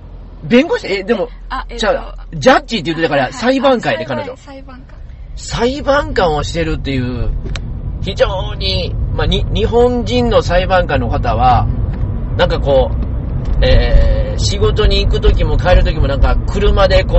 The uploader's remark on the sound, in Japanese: 車の中で収録していますので、少々お聞き苦しいところがあります。